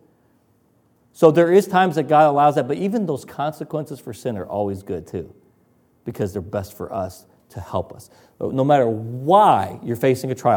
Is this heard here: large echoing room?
yes